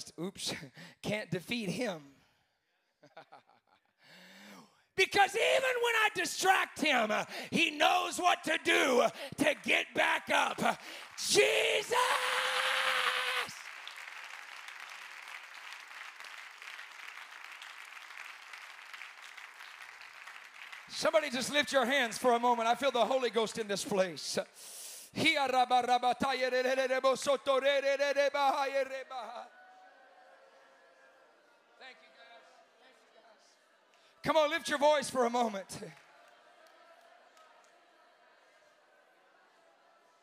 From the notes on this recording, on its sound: Preaching the Saturday night of the Remnant Youth Conference.